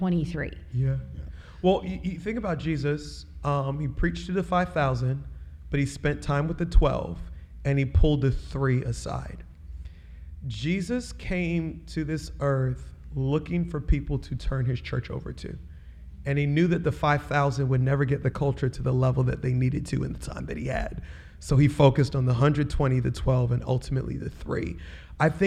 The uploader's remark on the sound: Live at Relate Conference. During Relate Conference we sat down for a Live podcast recording with two special guests.